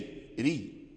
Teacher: الراء كل راء مكسورة فهي مرققة، الراء المكسورة مرققة، فلا ينبغي أن الراء تكون مكسورة ويفخمها يعني اللافظ فيقول ري ري، لا، هذا ليس في لغة العرب ري، إنما هي ري ري، مشي ري ري.